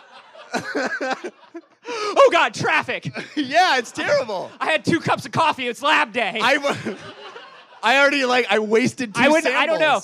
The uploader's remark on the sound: LIVE Episode 100 from the NerdMelt Showroom. Recorded in front of a live audience at the Nerdmelt Showroom in Los Angeles!